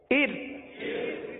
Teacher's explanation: اور اور حمزہ را زیر ال، اس را کو ار والی را کو باریک پڑھیں گے، کیونکہ را ساکن سے پہلے زیر ہے لہذا را کو باریک پڑھیں گے